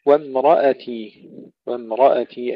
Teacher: تفخيم الراء وترقيق الهمزة